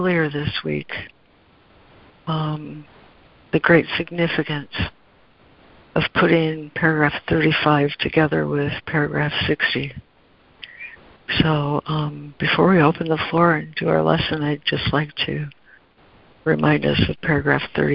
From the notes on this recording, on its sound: ACIM Daily Conference Call